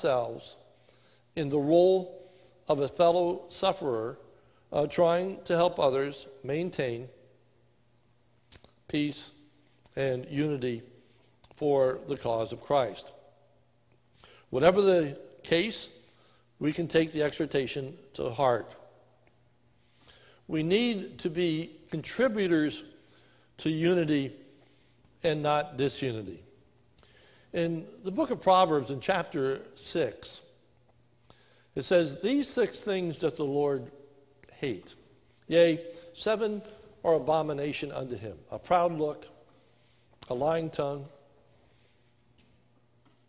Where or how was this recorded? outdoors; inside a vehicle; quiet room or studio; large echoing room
large echoing room